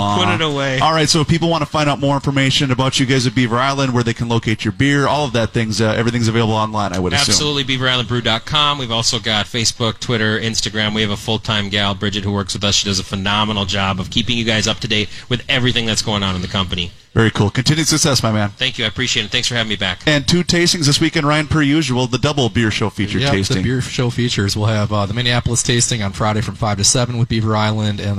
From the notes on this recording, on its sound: The Beer Show took the show on the road to broadcast live from Thirty Bales in Hopkins!